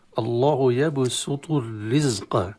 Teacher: الله يبسط الرزق، سين والباء، الباء والسين حروف الترقيق في كلمة يبسط، ثم الطاء من حروف التفخيم